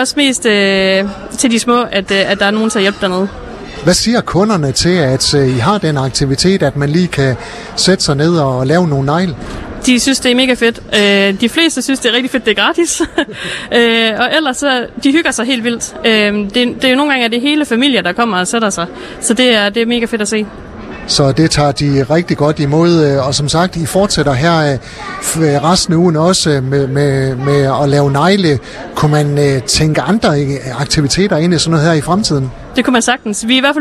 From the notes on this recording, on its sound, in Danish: På grund af vind og vejr var Skaga FMs Live fra Sommerby Hjørring for en enkelt dag rykke indendørs i Metropol Shoppingcenter.